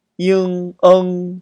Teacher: 前后鼻音不分，英，嗯，统一都读成英